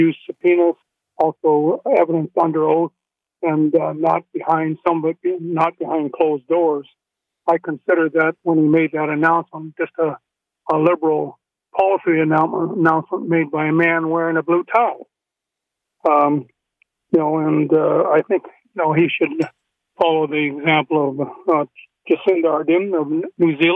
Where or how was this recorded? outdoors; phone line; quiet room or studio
phone line